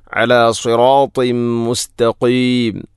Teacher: തൻവീനു ശേഷം മീമ് വന്നാൽ ഇദ്ഗാം കാമിൽ, തൻവീനിനെ മീമിലേക്ക് ഇദ്ഗാം ചെയ്യണം. അലാ സിറാത്തിം മുസ്തഖീം, മുസ്തഖീം എന്നതിലെ ഖാഫിൻ്റെ ഉച്ചാരണം പ്രത്യേകം ശ്രദ്ധിക്കണം.